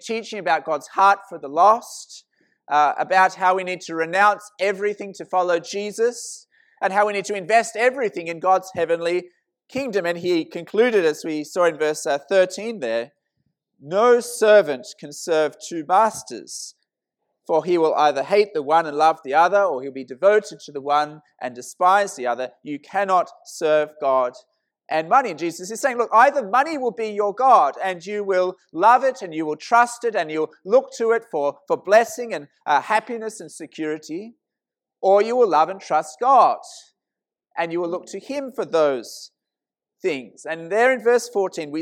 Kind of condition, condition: setting, large echoing room